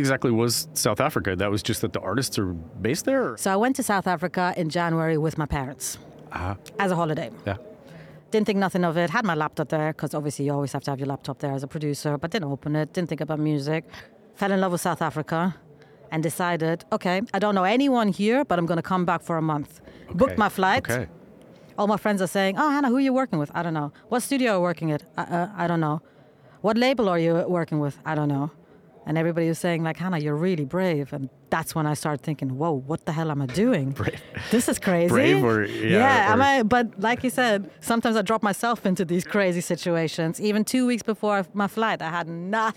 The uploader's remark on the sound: London Podcast Show. This episode was recorded at the Shure booth of the very loud trade show with the SM7B microphone.